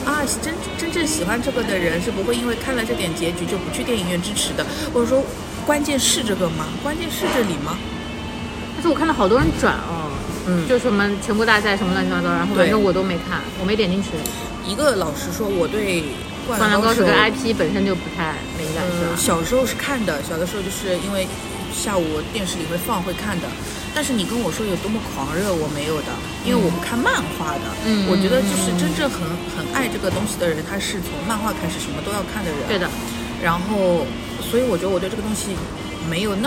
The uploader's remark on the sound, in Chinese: 第一次尝试边走边逛边录的形式。去张园的路上（室外录音）行脚节目。